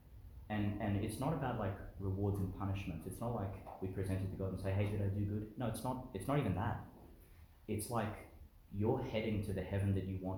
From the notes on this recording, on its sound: Delivered in Chanel College Chapel, Gladstone, Qld.